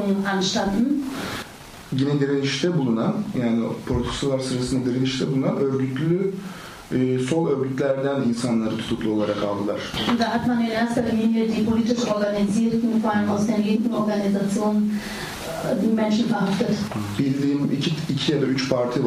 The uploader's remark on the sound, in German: In dem Kinoraum voller Publikum